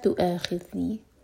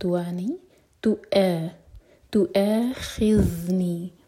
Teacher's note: قال لا تؤاخذنی، لا نفی والا لا ہے، دو حرکہ لمبا، قال لا تؤاخذنی، تو ا حمزہ پر کٹ آف ساؤنڈ، تو ا نہیں، تو ا، تؤاخذنی، ذال ساکن پر تھوڑا سا ٹائم دیں گے، رخاوا کریں گے